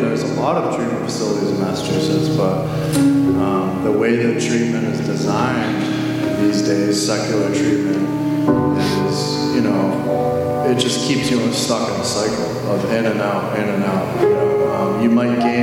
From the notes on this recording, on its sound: during Sunday worship at The Center on Main